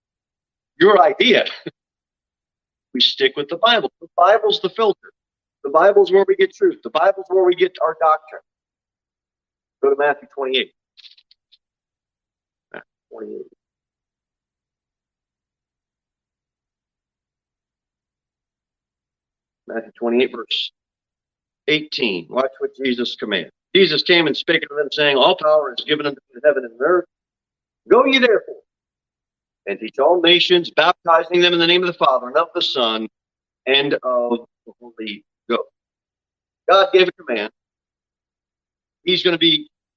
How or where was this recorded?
large echoing room